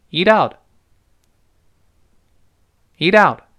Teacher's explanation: 中间这个 t 就捎带角儿被带着震起来了 · Term: 连读加浊化